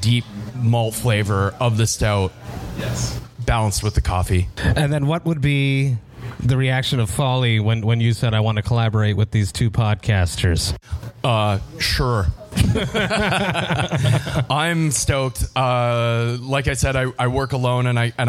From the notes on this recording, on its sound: Live broadcast from Folly Brewpub in Toronto. This was recorded live downtown Toronto in front of an audience.